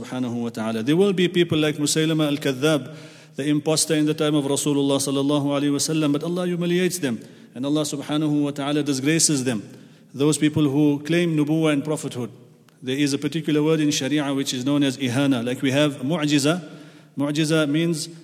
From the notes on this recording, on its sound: at the Houghton Masjid (West Street)